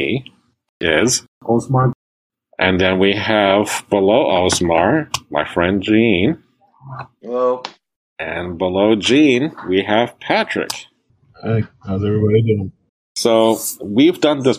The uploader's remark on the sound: Are library programs that were recorded virtually over Zoom and then converted to an audio podcast.